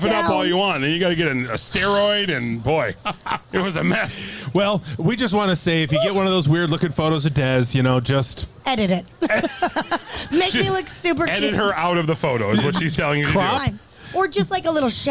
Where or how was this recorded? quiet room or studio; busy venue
busy venue